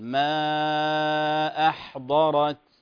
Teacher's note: الحاء ليس فيها قلقلة أخي الحبيب. ما أحضرت فيها همس خفيف.